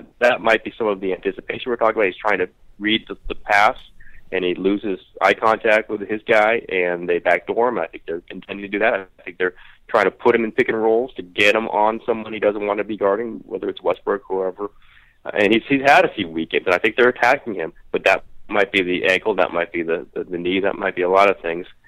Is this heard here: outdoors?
no